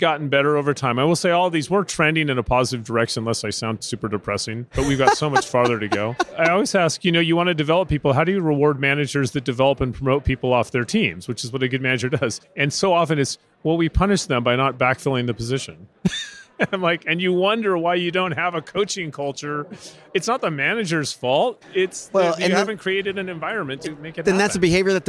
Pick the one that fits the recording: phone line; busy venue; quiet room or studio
busy venue